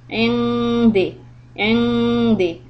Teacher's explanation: This noon is followed by dal, and dal is letter of ikhfa. So you are going to do humming.